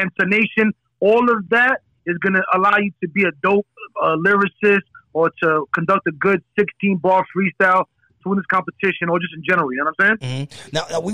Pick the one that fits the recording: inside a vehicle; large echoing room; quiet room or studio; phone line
phone line